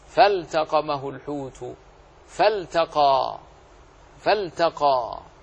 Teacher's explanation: كل ذلك اللام تظهر ولا تضغم فيها